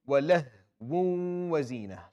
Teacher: So you go from a waw to another waw with a little bit of a ghunna.